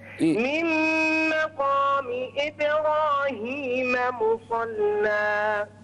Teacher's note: يعني وضح الكسرة وقلقل الباء